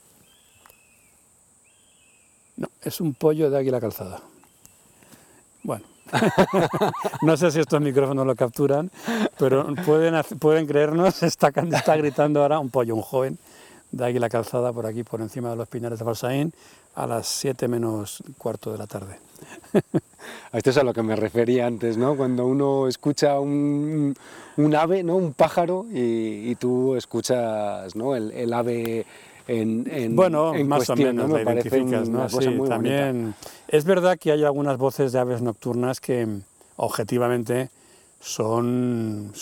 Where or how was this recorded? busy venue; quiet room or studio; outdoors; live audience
outdoors